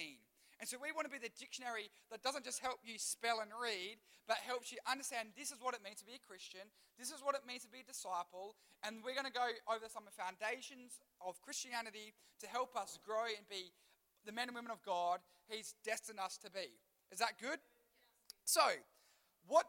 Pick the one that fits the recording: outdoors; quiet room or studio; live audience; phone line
live audience